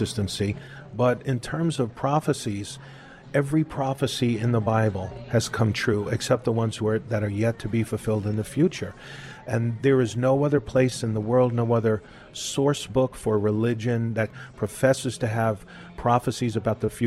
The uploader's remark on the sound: We’re continuing our talk at a local café